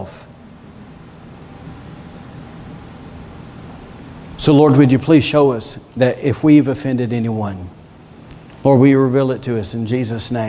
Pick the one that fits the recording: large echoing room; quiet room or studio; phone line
large echoing room